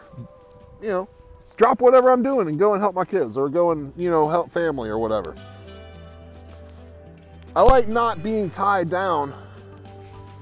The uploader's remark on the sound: Today I am sitting by the river